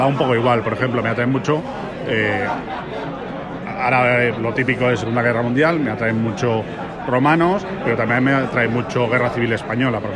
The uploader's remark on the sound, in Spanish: Y un poco de sonido ambiente de un Wargame curiosón